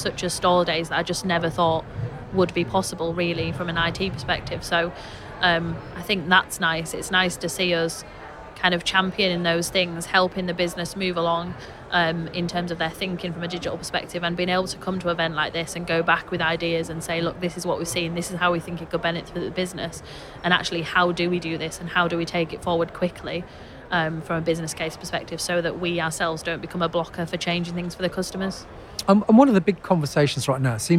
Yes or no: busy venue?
yes